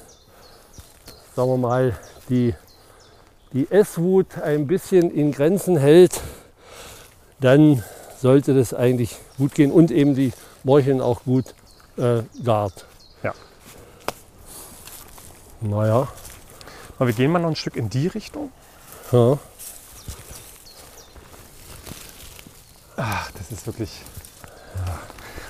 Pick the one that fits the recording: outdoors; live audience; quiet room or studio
outdoors